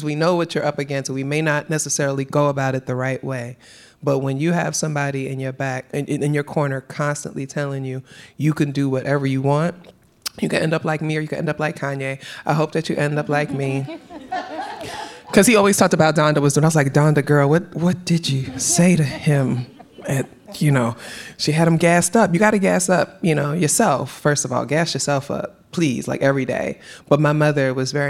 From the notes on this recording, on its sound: we are live from HBCU North Carolina A&T University